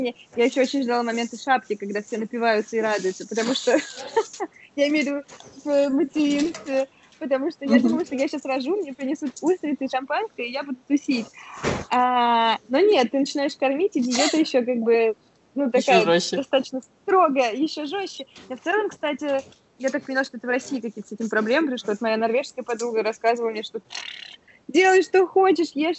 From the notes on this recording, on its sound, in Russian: Она в Москве, а я дома в Якутске. Это, кстати, мой первый опыт записи через скайп, поэтому иногда пропадала связь и в целом качество звука не на самом высоком уровне. Не считая кашля, чиханий.